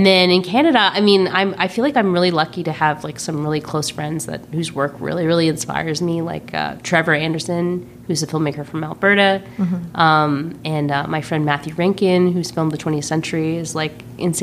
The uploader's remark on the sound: onsite at the Calgary International Film Festival